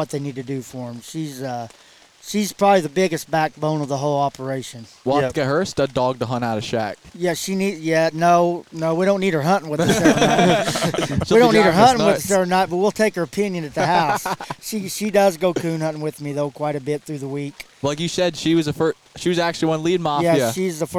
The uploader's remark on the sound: In this special episode recorded at Autumn Oaks. On site at Autumn Oaks.